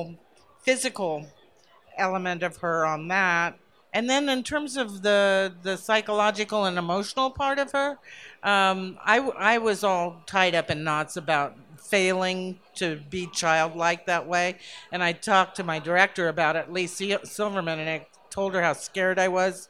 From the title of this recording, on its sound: Recorded at BroadwayCon2017